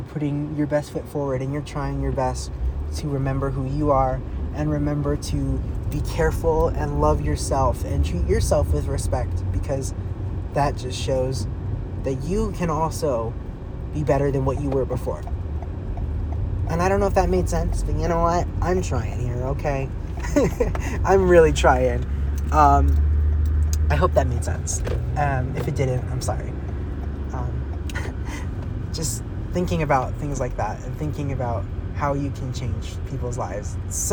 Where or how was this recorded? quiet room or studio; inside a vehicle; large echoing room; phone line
inside a vehicle